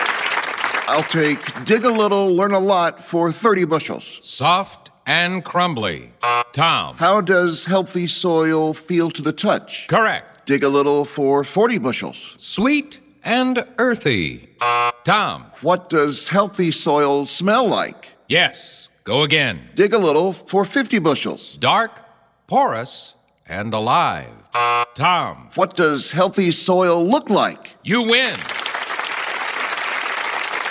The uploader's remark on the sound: reports live from the Missouri State Fair in Sedalia, MO!